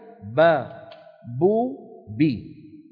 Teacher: في العربية با بو بي مجهورة وليست مهموسة